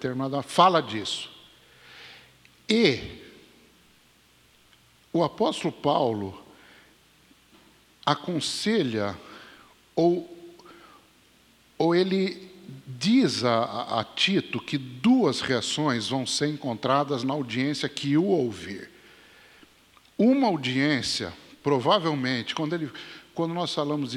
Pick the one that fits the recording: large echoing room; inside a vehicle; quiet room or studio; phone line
large echoing room